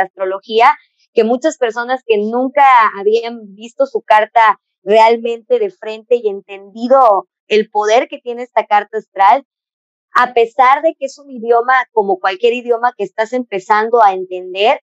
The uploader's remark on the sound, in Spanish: Gracias por tu paciencia con el audio